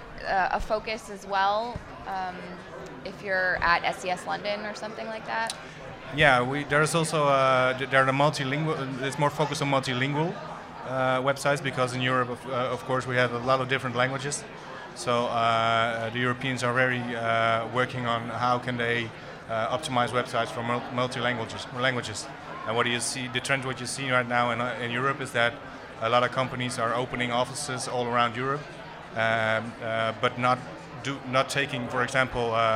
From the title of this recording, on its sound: Live from SES New York 09